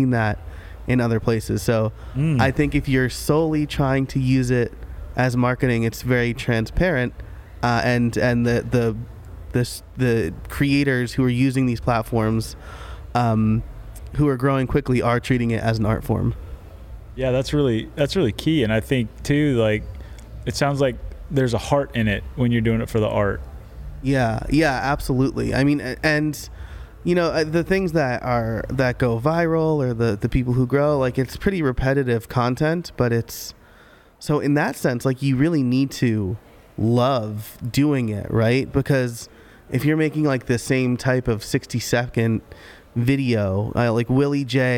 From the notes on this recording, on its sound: At the Craft + Commerce Conference in Boise, ID.